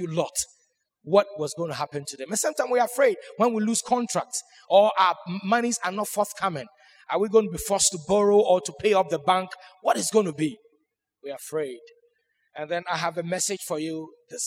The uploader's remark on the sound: Sermon preached at CBC Shiashie Campus.